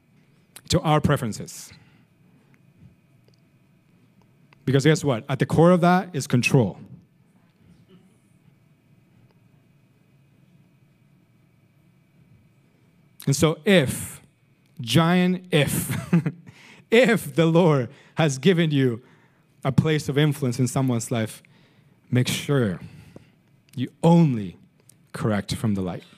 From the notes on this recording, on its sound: Recorded sunday evening service at Reunion Hawaii